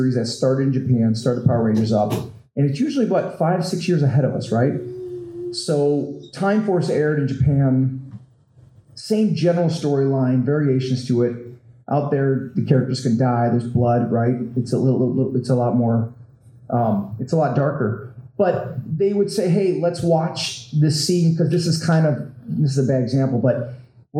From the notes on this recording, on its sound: Recorded live at the Sunrise City Comic Con, FanCor hosted a Q&A.